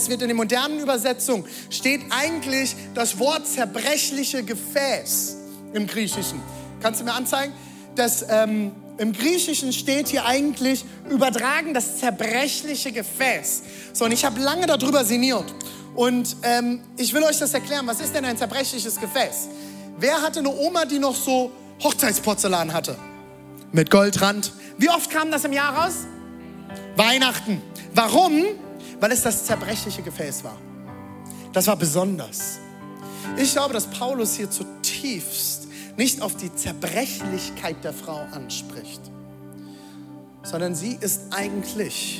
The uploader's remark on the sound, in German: Audiomitschnitt der Predigt